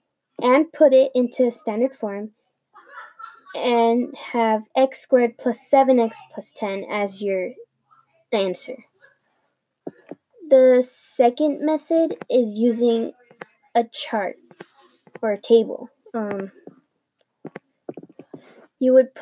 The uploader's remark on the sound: My family is loud :/ and im having some technical difficulties so there might be a glitch somewhere.